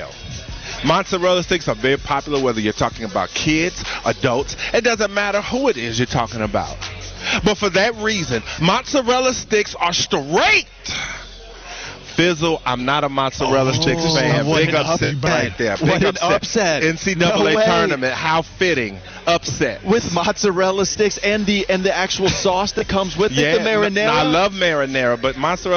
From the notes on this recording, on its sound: live on location at the Carolina Ale House